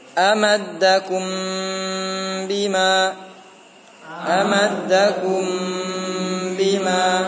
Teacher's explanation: Tapi ingat ditahan dulu. Mim mati menghadapi ba ditahan.